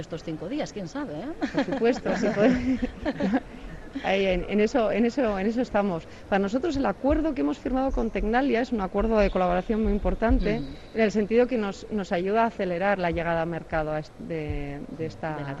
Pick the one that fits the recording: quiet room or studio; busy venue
busy venue